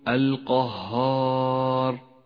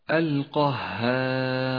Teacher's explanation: أرقق الألف في كلمة القهار فخطأ أن تقول القهار لأن الألف تتبع ما قبلها في الترقيق والتفخيم والهاء التي قبل الألف حرف استفال مرقق · Shown in: second take